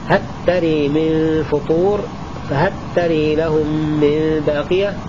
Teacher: قرأ أبو عمرو بإدغام لام هل في التاء في موضعين اثنين، هل تري من فطور فهل تري لهم من باقية.